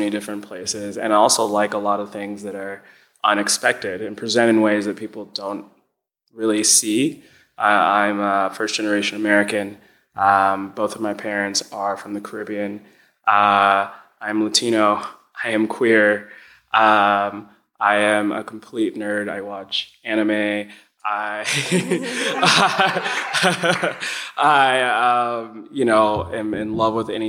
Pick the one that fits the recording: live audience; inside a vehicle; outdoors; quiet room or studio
live audience